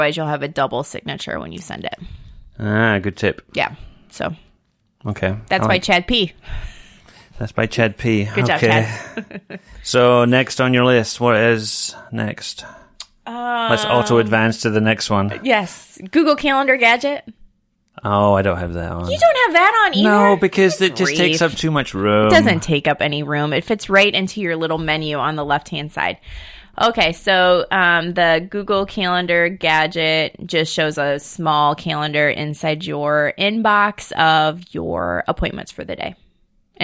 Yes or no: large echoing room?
no